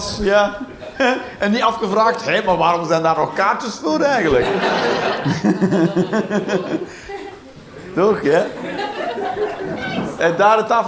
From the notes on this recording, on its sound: Live 11 Juni 2023, Toomler, Amsterdam